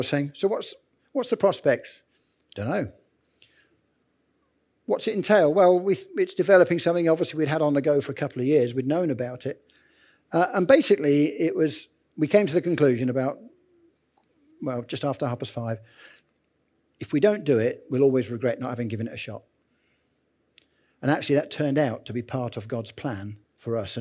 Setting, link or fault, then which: setting, large echoing room